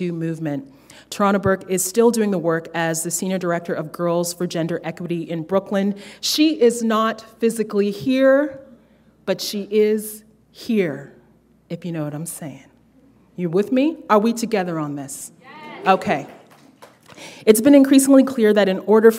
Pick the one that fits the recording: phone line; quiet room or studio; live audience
live audience